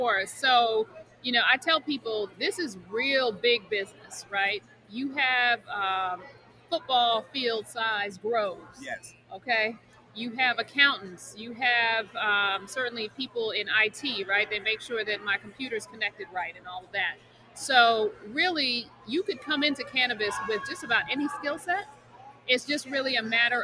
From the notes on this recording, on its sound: Live from New Orleans for Black Cannacon. Live from New Orleans for Black Cannacon.